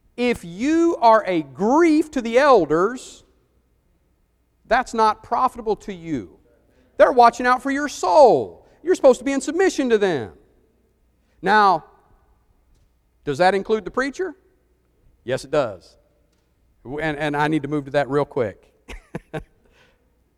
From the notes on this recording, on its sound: Preached for the church of Christ at Cusseta Road in Columbus, GA